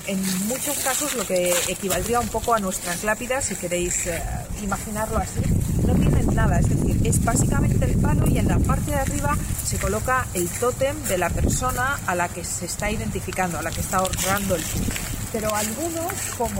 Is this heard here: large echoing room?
no